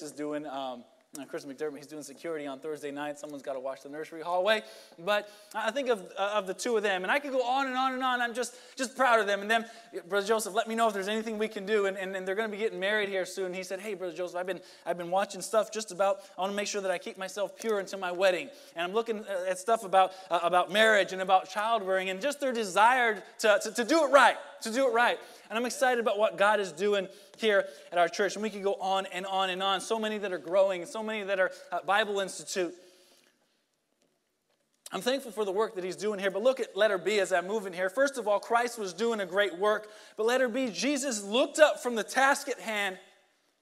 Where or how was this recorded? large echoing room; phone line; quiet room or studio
large echoing room